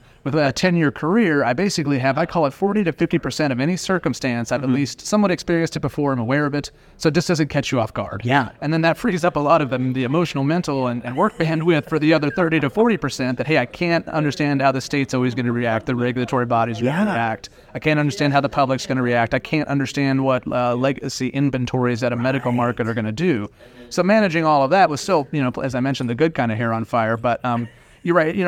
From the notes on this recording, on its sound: interview recorded on-site at the Benzinga Cannabis Capital Conference in Miami